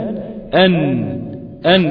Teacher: طرف اللسان بيلتصق مع ما فوق الثنايا العليا، مع ما فوق الثنايا العليا ده بيغلق، فالهواء اللي داخل اللي جاي من الداخل بيجد المخرج مغلق. · Term: مخرج حرف النون